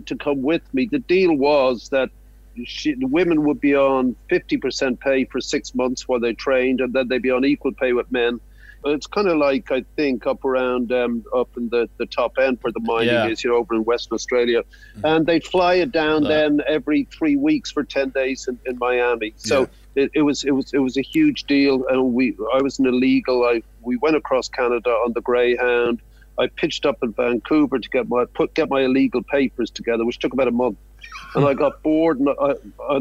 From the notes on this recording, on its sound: Phoned into the station. Recorded from the Budgy Smuggler Booth.